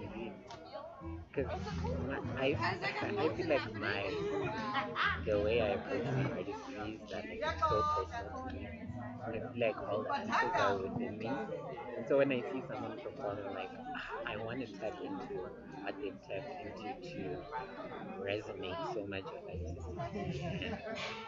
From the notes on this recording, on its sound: Every last Sunday of every month at Botaki Ba Afrika they host an open Mic session that they call the Jam Session. The place is an amazing hive of activity that is timid with youthful enthusiasm and excitement. Apologies for the sound that has swallowed the conversation, however, on the bright side the music captured I hope it tickles your fancy and takes you to the Jam Session.